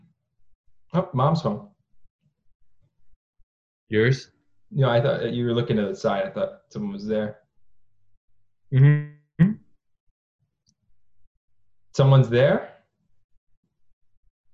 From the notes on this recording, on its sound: Another zoom ep.